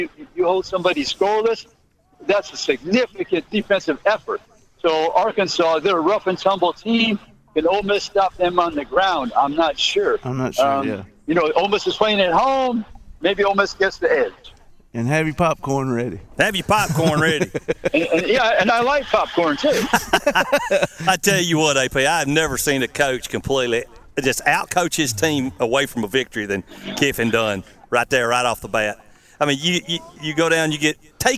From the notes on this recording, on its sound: Live at the Sportsplex Car Show